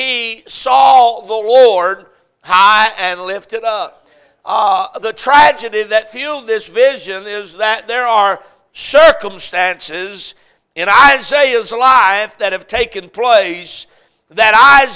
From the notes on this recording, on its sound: A message preached at Crossroads Baptist Church on Sunday morning